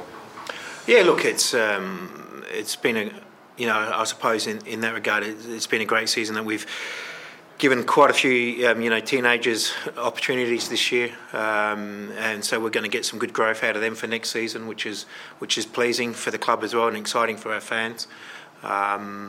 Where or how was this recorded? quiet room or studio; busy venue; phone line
busy venue